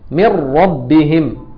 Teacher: النون دخلت جوه ايه؟ جوه الراء بكليتها، بغنتها وبصفتها بمخرجها بكل حاجه دخلت، اختفت جوه الراء. مش اختفاء اللي هو الاخفاء، لا، دخلت جوه خلاص، ادغمت في قلب الراء، فبقت من ربهم. · Term: ادغام